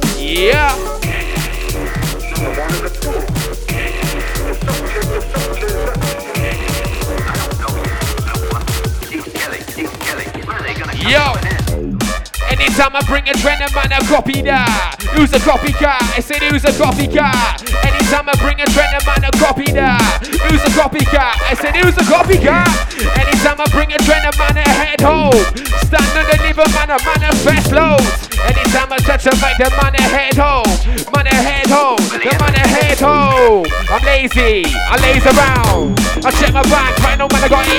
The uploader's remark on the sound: LIVE FROM CIRCLE 8 AT CLUB KARMA IN CARDIFF. THIS 3 DECK MADNESS.